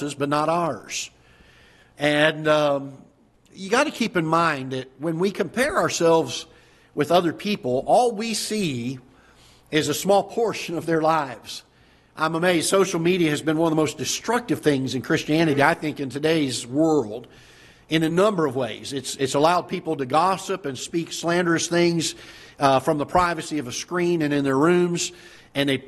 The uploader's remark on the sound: Ketha Heights Baptist Church ~ Live Broadcast